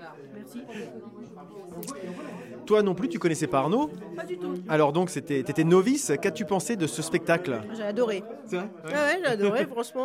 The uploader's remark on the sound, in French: l’occasion était trop belle pour ne pas enregistrer nos impressions, ainsi que celle des autres spectateurs!